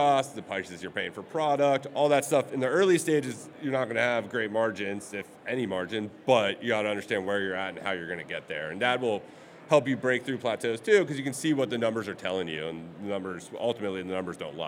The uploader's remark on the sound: Recorded LIVE at SubSummit.